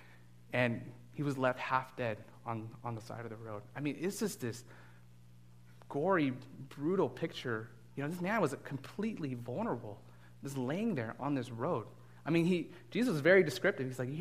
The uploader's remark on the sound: Delivered this message as a guest speaker at Fellowship Church of Burbank.